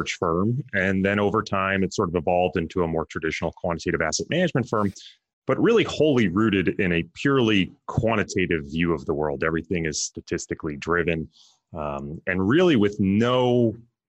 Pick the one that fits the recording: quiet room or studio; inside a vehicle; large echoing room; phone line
quiet room or studio